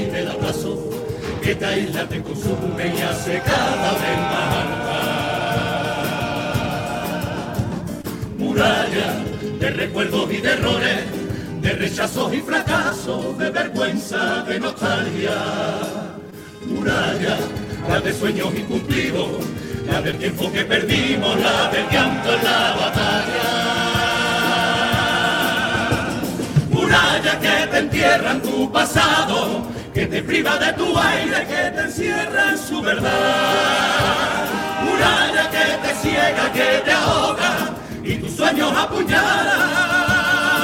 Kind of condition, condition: setting, live audience